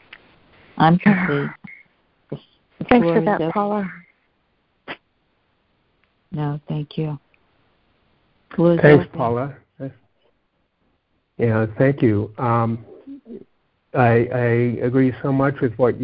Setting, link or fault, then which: link, phone line